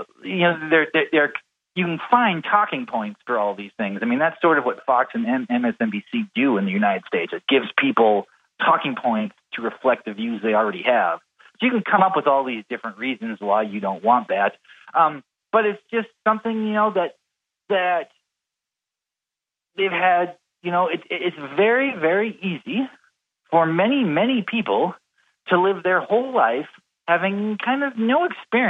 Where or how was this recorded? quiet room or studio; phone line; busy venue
phone line